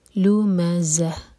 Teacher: تامر بوتا پر رکیں گے تو یہ ہا میں چینج ہوگی اور اس کو ہم ساگن کریں گے اور آخر میں ہا کی ساؤنڈ کلیئر آئے